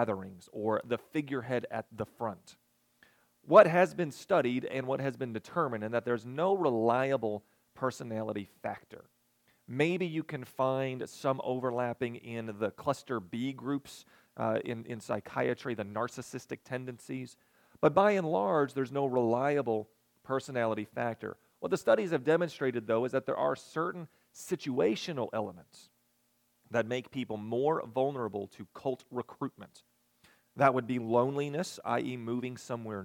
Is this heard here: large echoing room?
yes